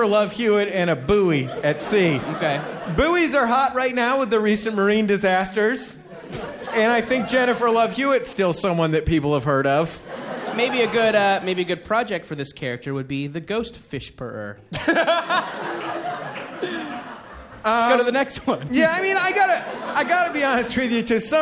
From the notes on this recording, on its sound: Taped live at SF Sketchfest